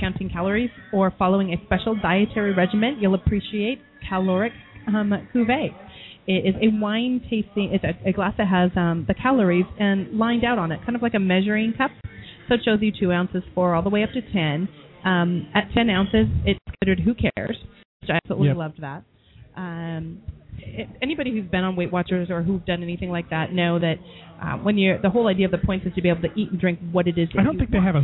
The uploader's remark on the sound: As we broadcast live from the Grill from Ipanema in the heart of Belltown ~ Seattle Washington!